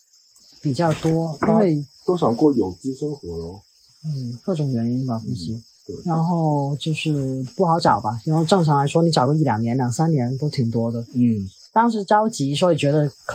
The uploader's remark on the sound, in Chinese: 本期为室外录音